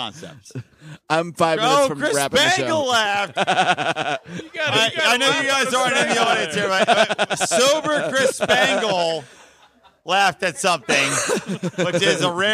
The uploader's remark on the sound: LIVE From PorcFest! Recorded live in front of a studio audience at PorcFest! All six Lions of Liberty were in person on the same show.